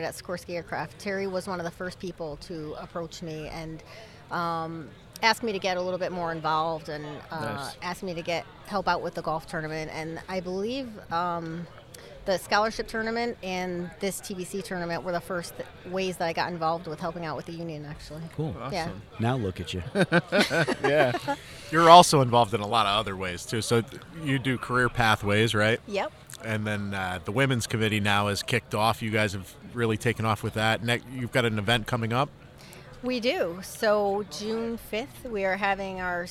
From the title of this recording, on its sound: On Location from the TVC Scramble